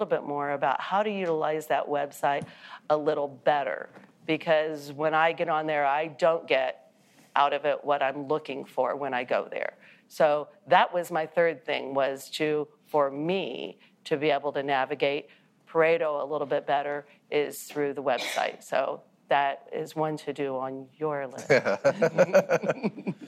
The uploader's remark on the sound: We took the bold step of recording this episode before a “live audience” at our recent Paradigm and Structure Members’ Meetings.